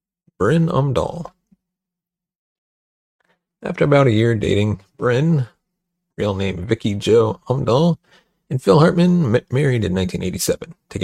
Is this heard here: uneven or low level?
no